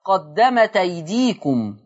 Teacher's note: قرأ ورش بنقل حركة الهمز إلى التاء فتقرأ قدمت أيديكم.